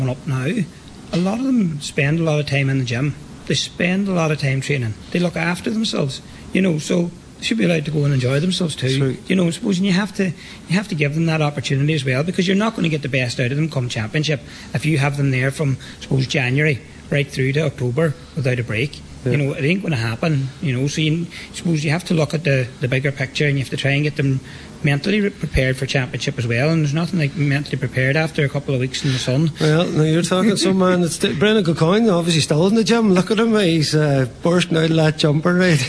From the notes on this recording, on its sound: Live from Sisters Sara’s Letterkenny. Watch the DL Debate in association with Sara’s Kitchen at Sister Sara’s Letterkenny.